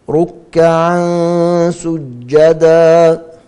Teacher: تنوين جاء بعده حرف السين، إخفاء حقيقي بغنة مرققة